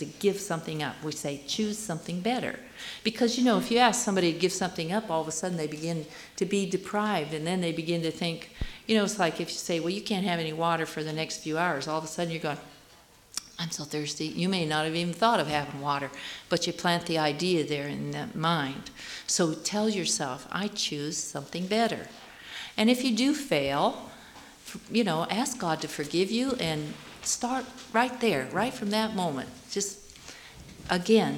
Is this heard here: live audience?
yes